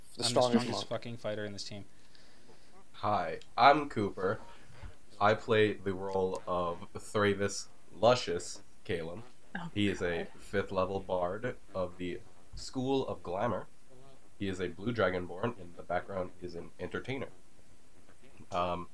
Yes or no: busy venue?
no